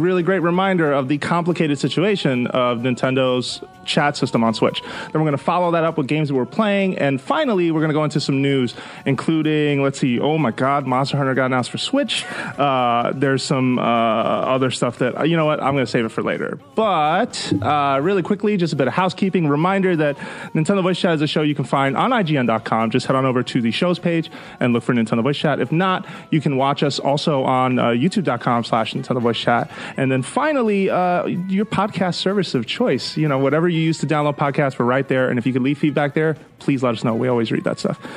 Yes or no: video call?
no